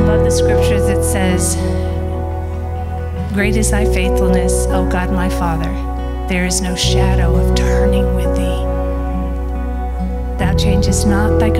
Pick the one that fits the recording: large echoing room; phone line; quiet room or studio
large echoing room